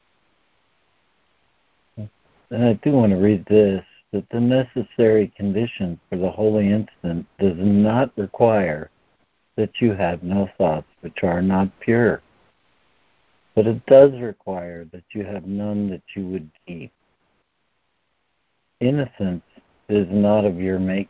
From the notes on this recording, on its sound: ACIM Daily Conference Call.